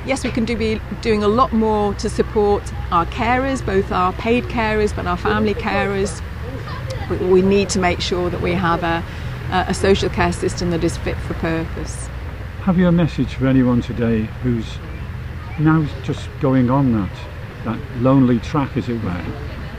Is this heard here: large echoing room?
no